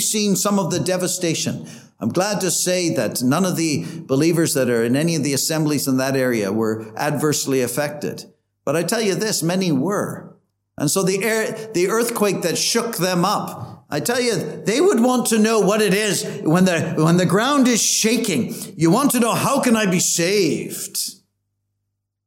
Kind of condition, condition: setting, large echoing room